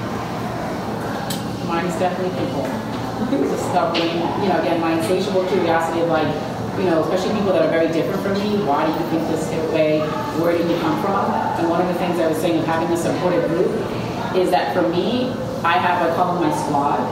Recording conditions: background noise